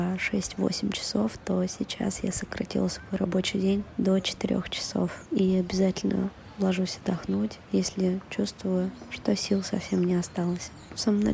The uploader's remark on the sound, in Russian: Это сообщение для тебя я записала, прогуливаясь по теплому Тбилиси. Голосовое сообщение.